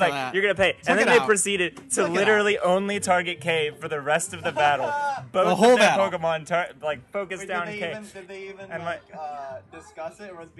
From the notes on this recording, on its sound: How To Rock Midwest Gaming Classic [Live Show]. Recorded live at the show.